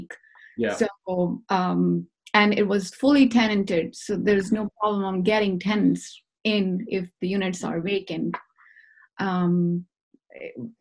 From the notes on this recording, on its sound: via ZOOM